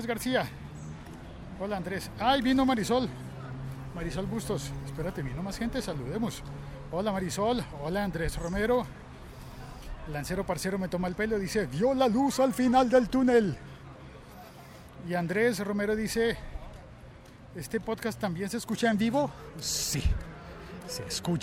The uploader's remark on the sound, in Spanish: Este episodio se ha emitido en directo desde dentro de un autobús de Transmilenio entre la estación de Universidad Nacional y la estación Universidades. Este episodio se ha emitido en directo desde dentro de un autobús de Transmilenio entre la estación de Universidad Nacional y la estación Universidades.